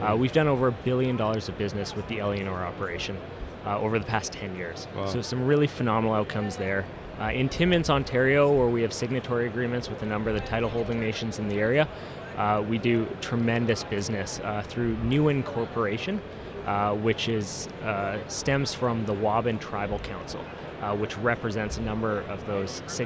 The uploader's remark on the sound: We wrap up Day 3 at the Roundup Conference in Vancouver with two important conversations.